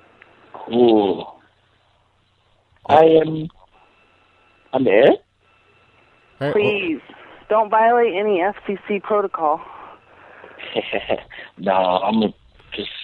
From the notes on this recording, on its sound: Prank Phone Calls